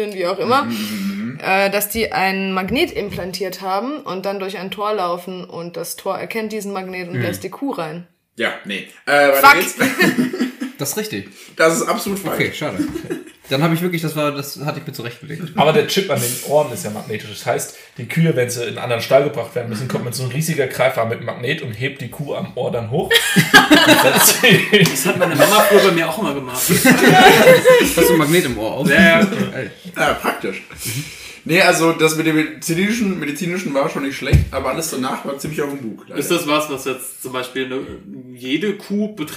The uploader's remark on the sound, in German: Beim Sound haben wir mit 2 Mikros und verschiedenen Einstellungen ein bisschen experimentiert, verzeiht uns das bitte.